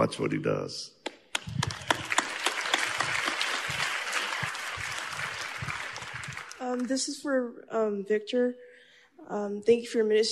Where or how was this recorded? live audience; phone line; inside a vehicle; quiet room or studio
live audience